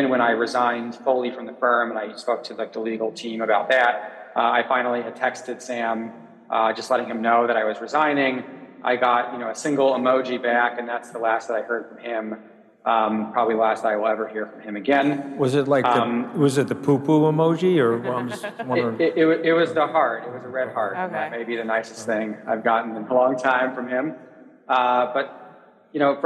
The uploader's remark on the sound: A Consensus 2023 panel